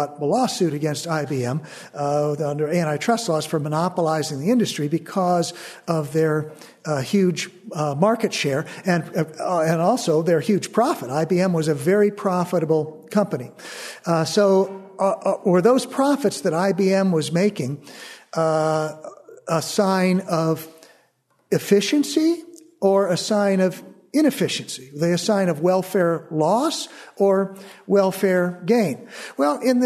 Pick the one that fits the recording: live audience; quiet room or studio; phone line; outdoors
live audience